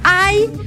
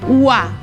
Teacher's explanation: hi ha un diftong decreixent, ai, i un diftong creixent, ua